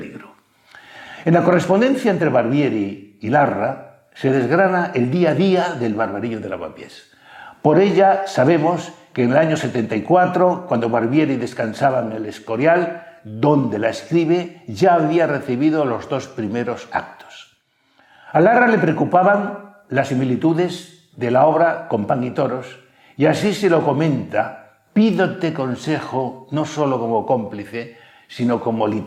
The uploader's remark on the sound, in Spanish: Ciclo de Conferencias que el Teatro de la Zarzuela programa en colaboración con la Asociación Amigos de la Ópera de Madrid. La conferencia fue grabada en el Teatro de la Zarzuela en junio de 2022.